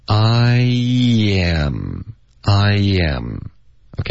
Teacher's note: 他没有把它怎么说说写的说没有缩略吗，缩略，没有缩略读，他没有说 I'm，OK，他说 Iam，然后其实这句话也就是我们今天的第二个连读，是的、yeah、以后我们在恭维别人的时候一定要把这句话又漂亮又地道的说出来、嗯嗯、yeah，所以他这个 I 跟 am 呢他分开，因为这个句子呢会显得有一些正式一点，OK，所以他就想要说的比较正式一点，那他就把 I'm 这个字分开，他就说 Iam，那说的时候呢中间不能停顿不能断气，一句话是要求一口气从头说到尾的，所以他的 I 就直接滑到 am，然后会导致一个很轻的一个 y 的音